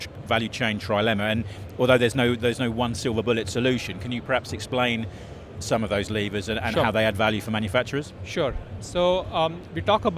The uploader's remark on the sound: It's another interview taken from the show floor of Smart Factory Expo in 2022.